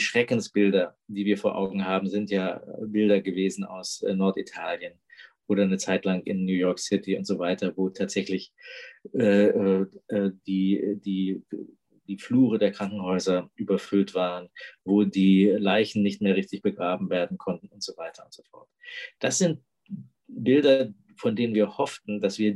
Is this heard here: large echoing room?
no